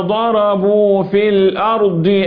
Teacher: مش معنى أن الضاد مكسورة أو أي حرف من حروف التفخيم يبقى مكسور يقلب إلى ترقيق لا الضاد ضاد